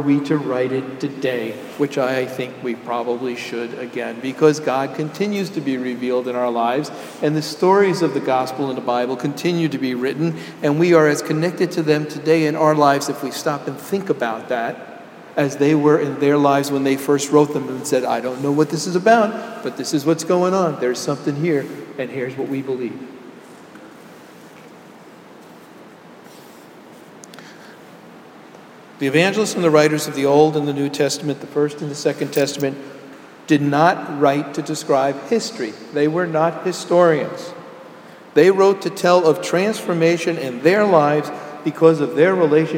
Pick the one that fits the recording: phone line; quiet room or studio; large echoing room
large echoing room